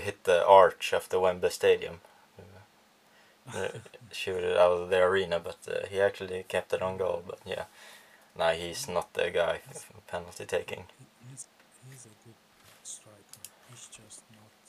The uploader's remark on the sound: Sorry for the bad audio on this episode, we had some problems